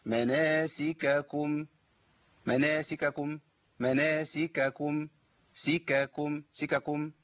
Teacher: حركه الكاف الاولى اللي هي الفتح وحركه الكاف الثانيه اللي هي الضم، لابد من بيانهم